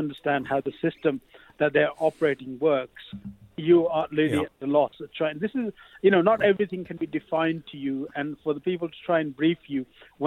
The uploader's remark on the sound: phones